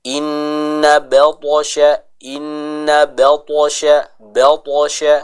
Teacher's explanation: huruf ta ini kita baca dengan tebal karena sifatnya itbaq ya. Yaitu huruf yang punya tingkat ketebalan yang tinggi atau yang kuat.